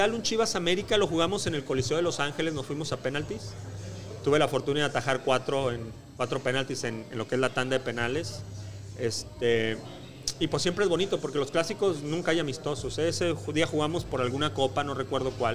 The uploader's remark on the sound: Live from LA. Live from Revolucion Cantina in Fullerton, CA.